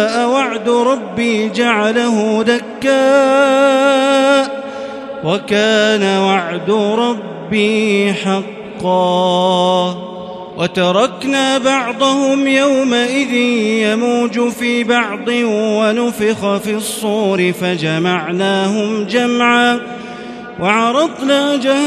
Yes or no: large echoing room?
yes